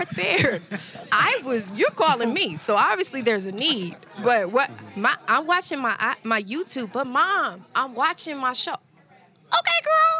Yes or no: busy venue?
yes